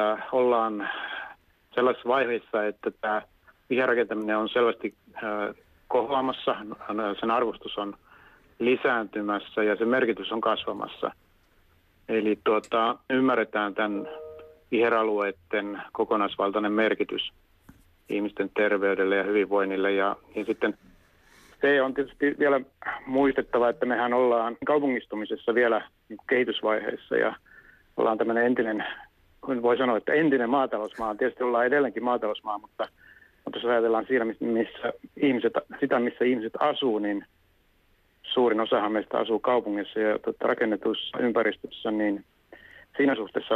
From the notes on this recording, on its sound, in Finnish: Puhelimitse ohjelmaan osallistuu Viherympäristöliiton pääsihteeri